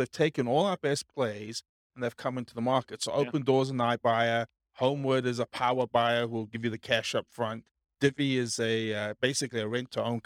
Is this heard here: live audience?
yes